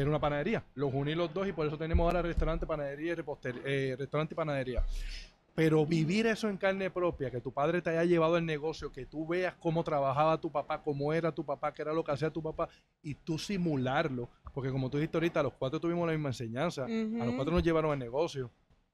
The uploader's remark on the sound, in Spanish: visitaron el nuevo local de SOBAO by Los Cidrines en Santurce